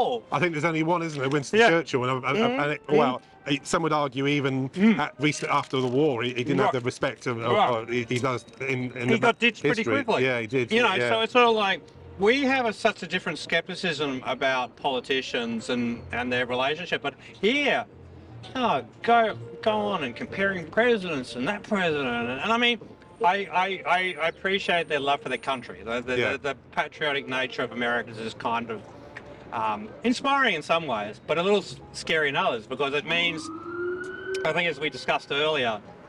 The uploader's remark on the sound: outside the world's biggest department store, Maceys on Herald Square in Manhattan, New York City